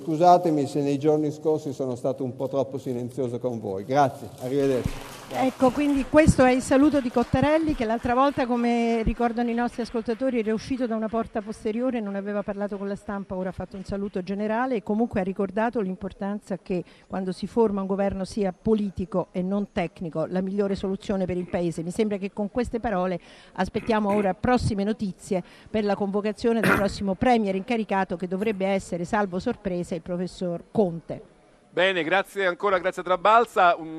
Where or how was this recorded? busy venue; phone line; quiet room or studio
busy venue